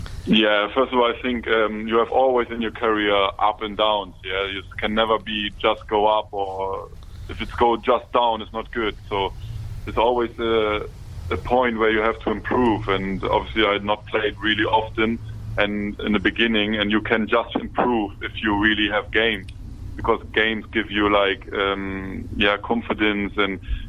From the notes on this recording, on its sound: Is in the studio. Is on the phone.